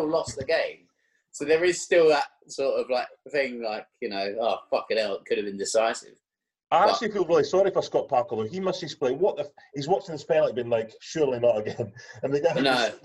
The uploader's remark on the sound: back on zoom this week